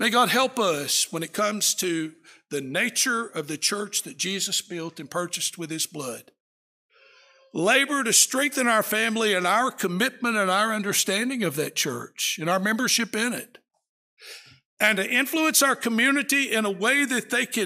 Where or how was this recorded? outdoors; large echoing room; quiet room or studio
large echoing room